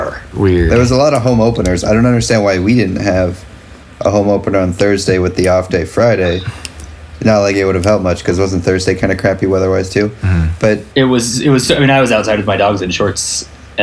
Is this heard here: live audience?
no